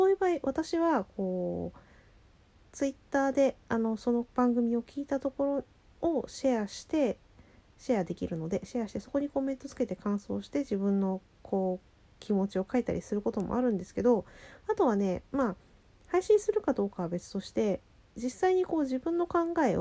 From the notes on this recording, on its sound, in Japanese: ちょっと雑音が入ってますのでお耳ご注意。From Radiotalk。